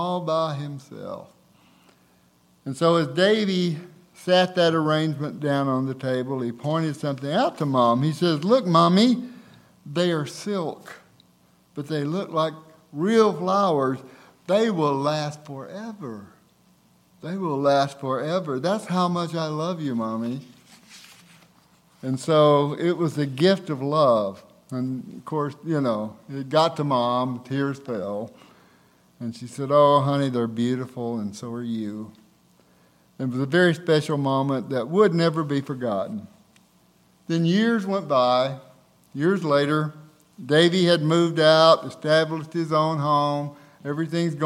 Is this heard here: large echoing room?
yes